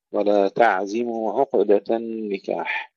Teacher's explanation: أيضا العين الساكنة لا نقلقلها